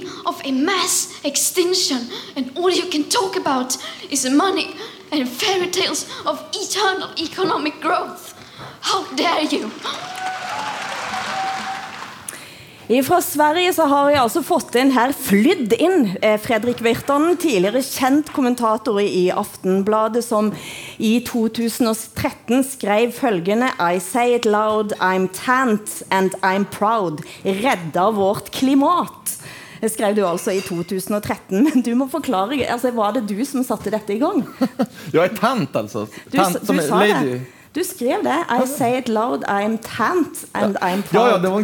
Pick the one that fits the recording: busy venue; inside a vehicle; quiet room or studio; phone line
busy venue